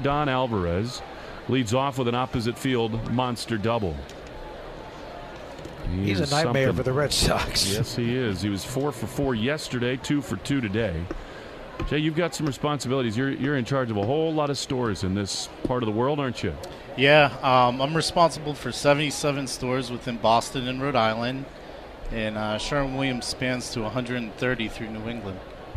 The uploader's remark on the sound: From the booth! Live from the WEEI Sox booth!